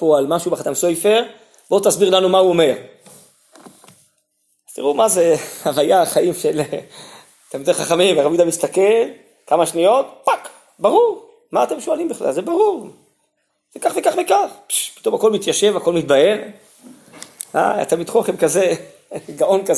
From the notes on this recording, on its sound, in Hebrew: הוקלט בישיבת שדרות